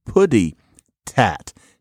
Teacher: instead of having your k back on your soft palate, you have it up here on the alveolar ridge · Term: stop substitution